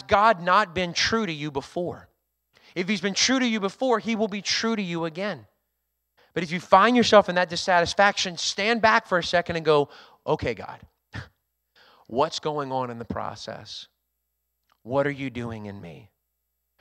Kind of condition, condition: setting, large echoing room